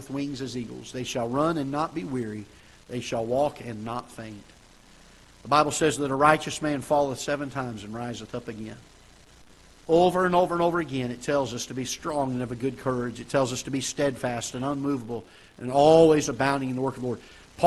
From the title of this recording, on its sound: Ketha Heights Baptist Church ~ Live Broadcast